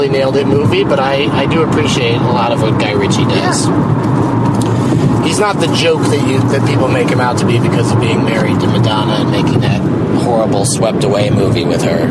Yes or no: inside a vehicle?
yes